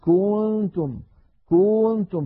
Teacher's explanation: كذلك مثلا الضمة كنتم كنتم، الكاف المضمومة، فإذا بالغنا يقول الواحد كنتم كنتم، فيمط الضمة إلى أن يصل السامع يتوهم كأن هناك واوا بعد الكاف المضمومة · Term: التمطيط